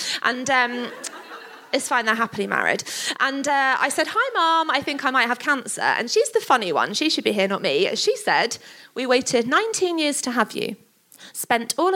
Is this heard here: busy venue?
yes